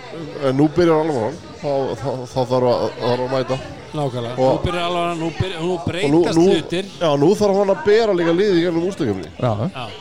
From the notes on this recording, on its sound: Live From Brons. Brons Keflavík.